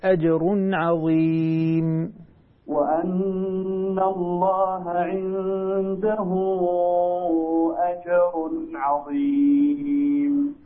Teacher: حاول تحقق قلقلة الجيم